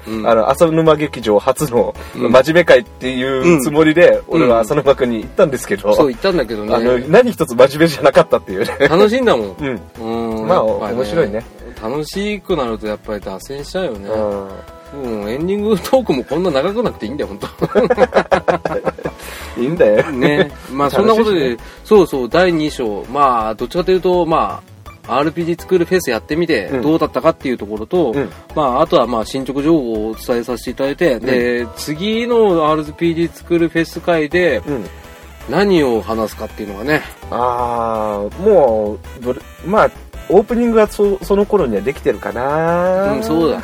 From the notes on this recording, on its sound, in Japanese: 今回は駐車場での収録だったのですが、リアルに二人でまさかの職質に遭遇。